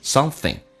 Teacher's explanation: Something 这个单词,ing 形式一般说成 in 的形式